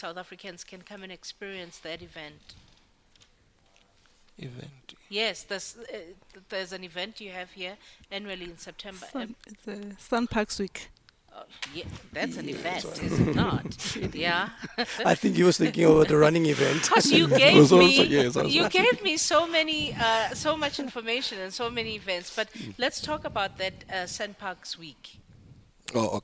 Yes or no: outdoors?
yes